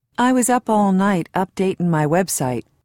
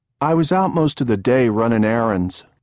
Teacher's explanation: Notice the reduction of ing endings, which makes the ing sound like in.